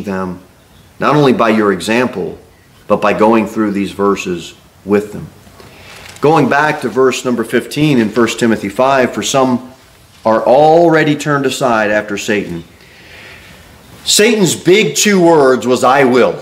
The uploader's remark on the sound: Sermon delivered at Pilgrim Baptist Church